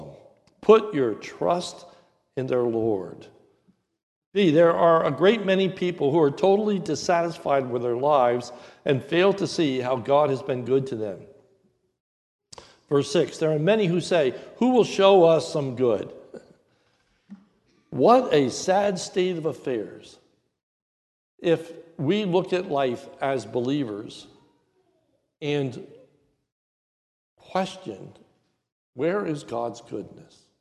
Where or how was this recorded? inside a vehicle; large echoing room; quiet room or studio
large echoing room